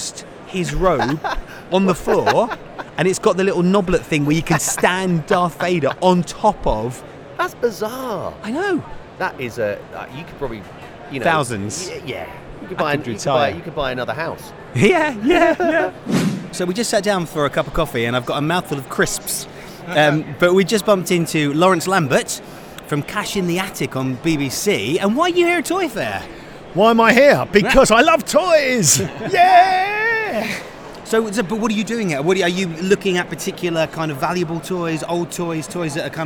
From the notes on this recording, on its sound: Live from the London Toy Fair. Recorded themselves while they did it.